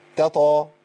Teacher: انا عندي تاء وطاء، ما اقولش فمن تطا ولا اقول فمن تتا